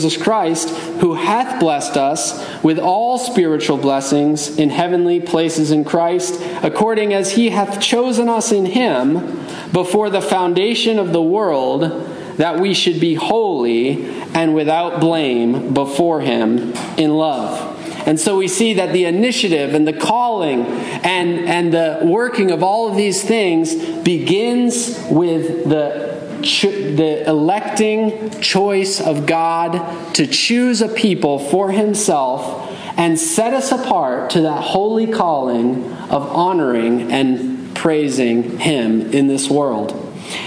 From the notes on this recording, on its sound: Message delivered Sunday, November 12, 2023 at Mt Carmel Primitive Baptist Church, Bel Air, Maryland.